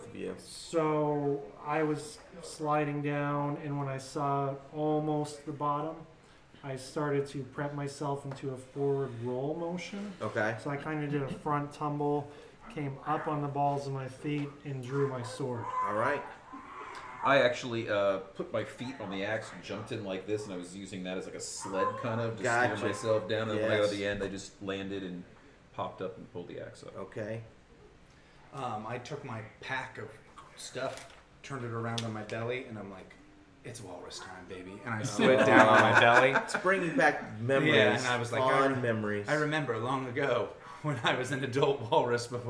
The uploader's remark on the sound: Live from CondoCon